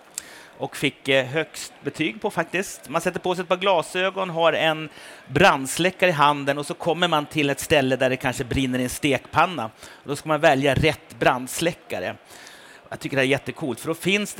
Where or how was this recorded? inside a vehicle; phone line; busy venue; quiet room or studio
busy venue